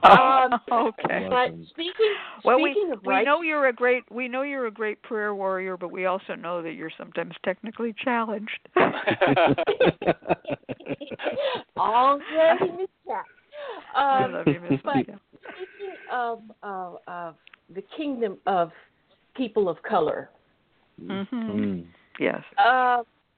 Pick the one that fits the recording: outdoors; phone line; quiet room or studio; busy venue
phone line